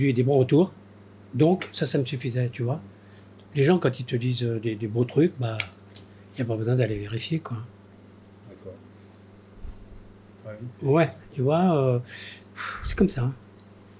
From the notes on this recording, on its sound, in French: C'est une rencontre impromptue et si on entend distinctement le bruit du ventilateur, c'est bien la preuve qu'elle n'était pas programmée. Le zoom tourne nonchalamment, le ventilateur aussi.